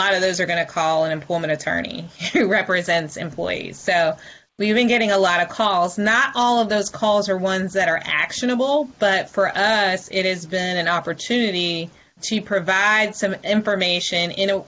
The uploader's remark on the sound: This week we’re sharing a Virtual Town Hall we hosted Live on Facebook in the Maximum Lawyer group.